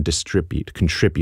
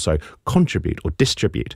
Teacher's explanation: we're pulling that stress syllable further to the front of the word · Shown in: second take